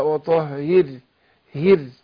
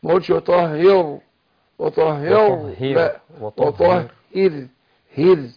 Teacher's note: الراء مرققة عشان ساكنة وما قبلها ايه مكسور